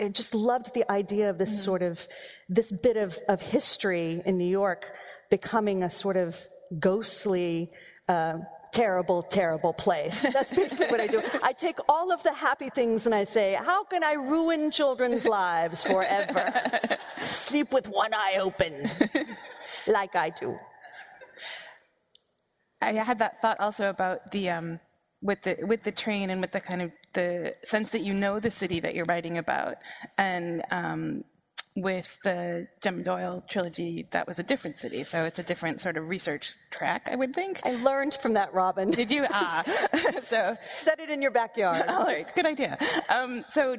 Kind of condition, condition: setting, live audience